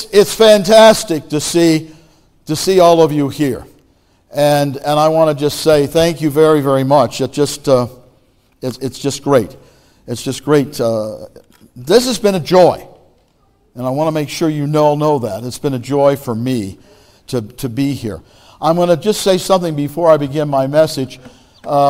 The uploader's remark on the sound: Message Preached at Valley Creek Church